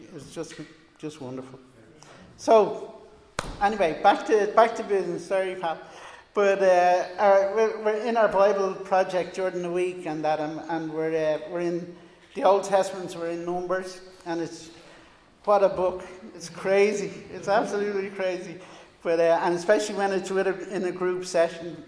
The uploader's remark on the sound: Recorded live in Liberty Church on 25 July 2021